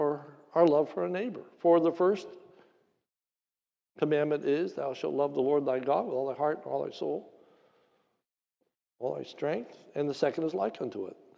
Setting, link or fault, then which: setting, large echoing room